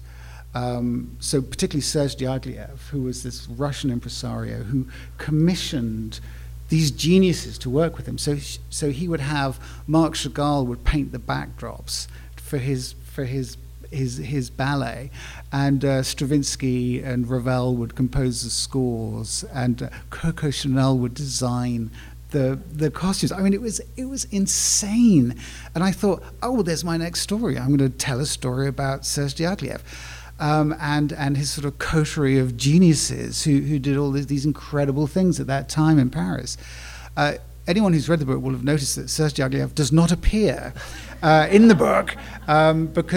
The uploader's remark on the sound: Live from Unbound. Live from the festival in Columbia, Missouri. Takes questions from the live audience at Unbound.